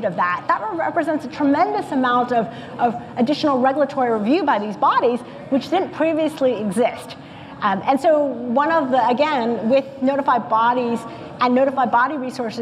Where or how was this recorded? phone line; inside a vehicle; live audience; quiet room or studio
live audience